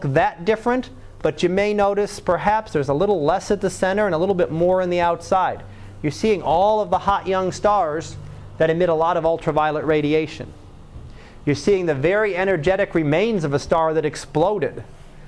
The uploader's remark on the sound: Live Class Lecture 2012 Sep 17